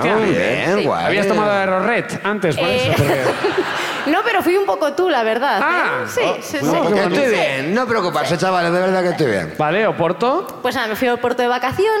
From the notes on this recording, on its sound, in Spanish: El público de Bilbao